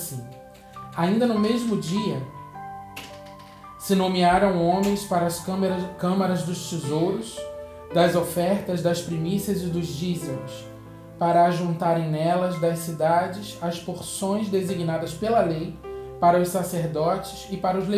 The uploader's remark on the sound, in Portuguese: feita em Live do Instagram da Missão Apostólica Internacional Kairós